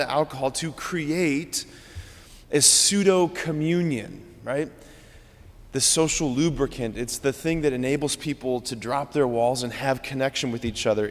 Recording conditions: large echoing room